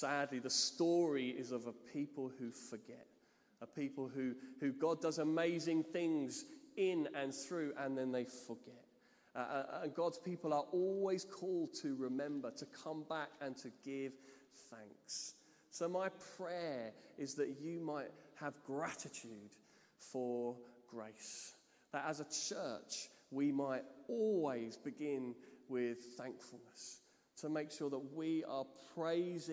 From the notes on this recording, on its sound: Streamed live at St Paul's Shadwell on Sunday, 10 Sept 2023.